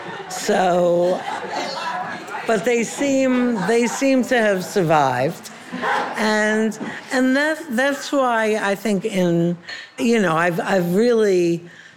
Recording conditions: live audience